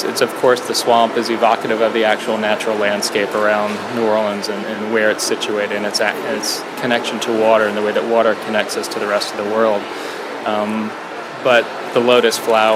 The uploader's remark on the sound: Live from Untitled Art Fair - Prospect 4 New Orleans